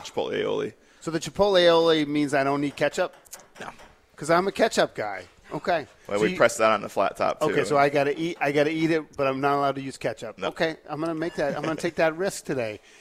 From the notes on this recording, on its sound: Daily Grind coffee shop where we were set up and broadcasting live from this morning